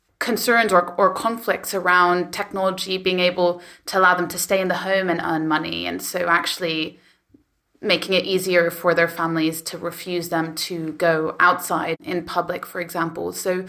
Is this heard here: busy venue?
no